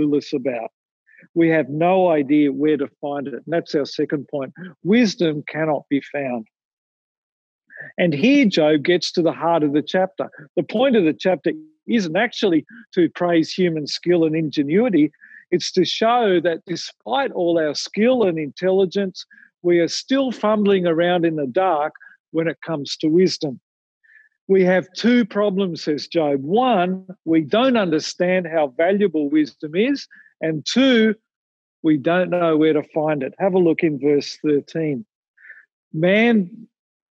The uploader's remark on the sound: Recorded from Zoom.